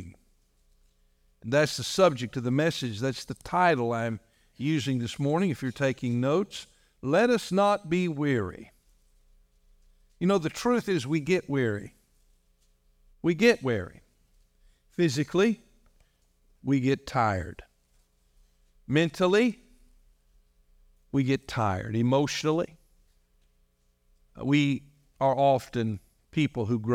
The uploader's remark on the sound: This message was delivered on November 12, 2023, during our morning service.